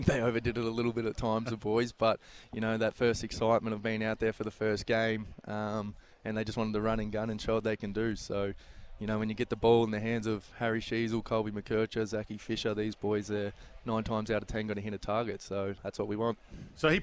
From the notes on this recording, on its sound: live at AFL Captains' Day